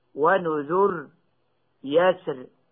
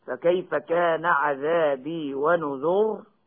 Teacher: يجوز الوقف على هاتين الكلمتين بترقيق الراء، ويجوز الوقف بتفخيمها